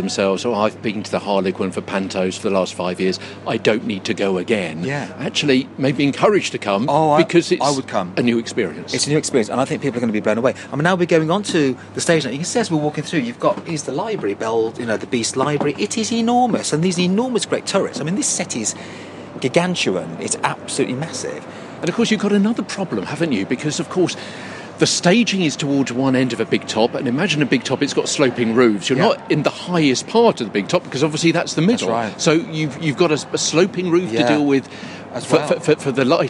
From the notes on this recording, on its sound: The much-loved Redhill Christmas panto this year has been relocated to a circus-style Big Top tent in the nearby Memorial Park, after the show’s intended venue The Harlequin was shut due to dangerous concrete. Recorded on location inside the Big Top itself - on stage and inside the actor's dressing area.